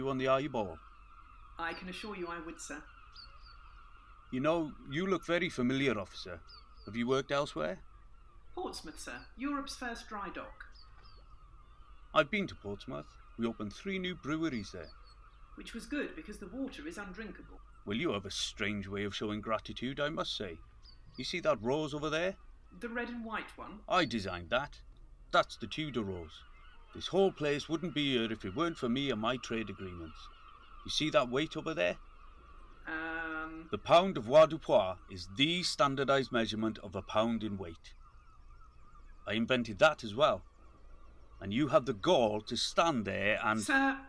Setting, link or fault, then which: fault, poor sound quality